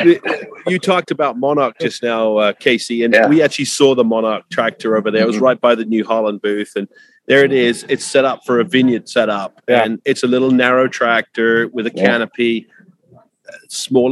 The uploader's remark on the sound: Live From the World Ag Expo. Live from Tulare.